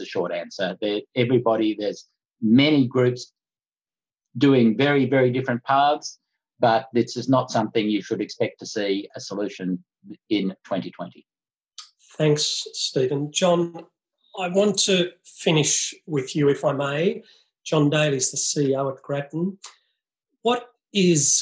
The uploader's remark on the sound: Webinar recording